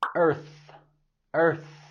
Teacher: En la palabra earth, tenemos el sonido TH mudo